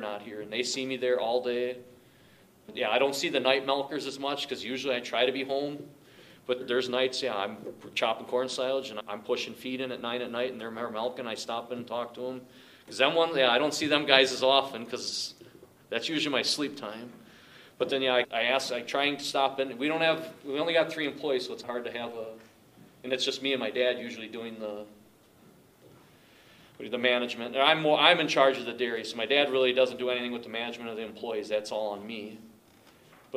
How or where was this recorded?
busy venue